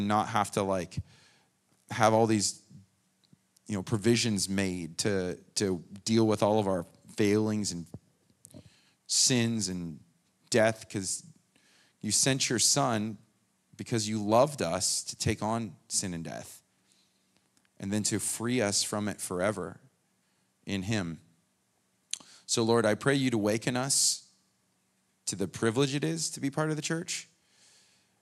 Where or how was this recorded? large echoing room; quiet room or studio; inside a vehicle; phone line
large echoing room